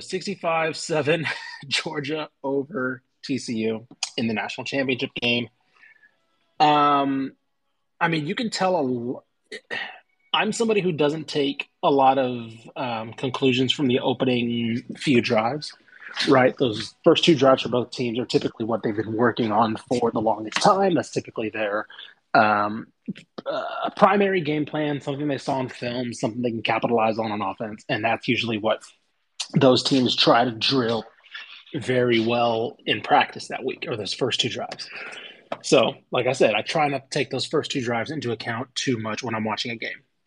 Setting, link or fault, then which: link, video call